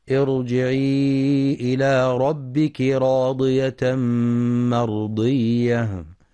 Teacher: في كلمة ارجعي الراء هنا مفخمة لأنها ساكنة وقبلها همزة وصل، وكلمة ربك راضية الراء مفخمة لأنها مفتوحة، وكلمة مرضية الراء مفخمة لأنها ساكنة وقبلها فتح.